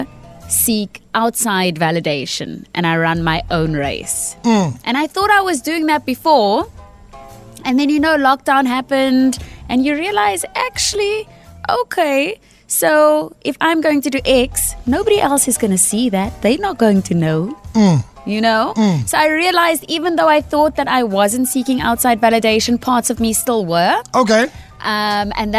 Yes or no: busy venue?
no